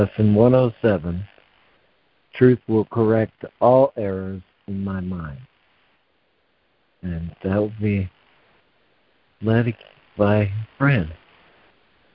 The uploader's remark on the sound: ACIM Daily Conference Call